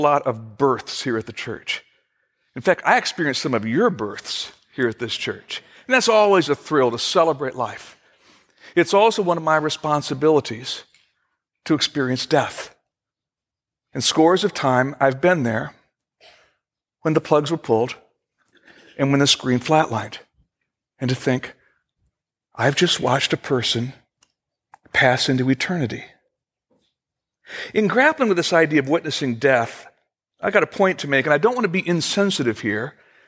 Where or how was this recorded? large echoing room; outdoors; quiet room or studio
large echoing room